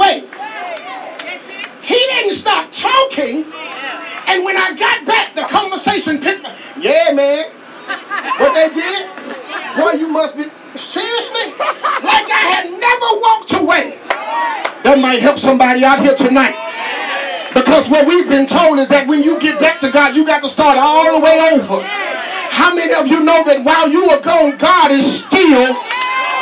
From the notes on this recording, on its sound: at Countyline Baptist Church in Ruston, LA